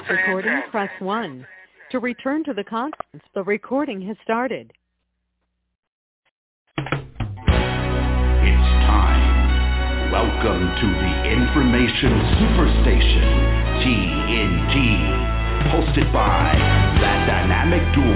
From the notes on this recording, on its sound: TNTSuperfantastic Conference Call